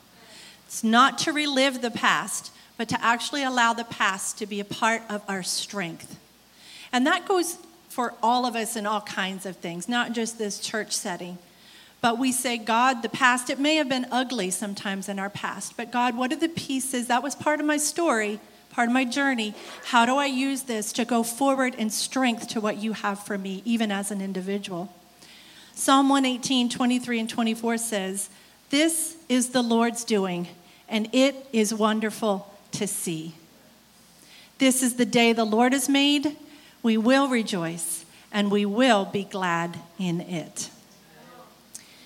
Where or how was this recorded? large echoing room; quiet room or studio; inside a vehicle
large echoing room